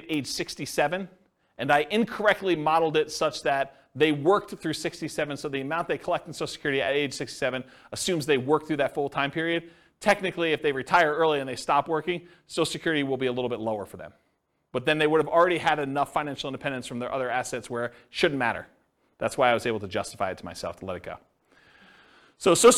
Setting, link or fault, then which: setting, live audience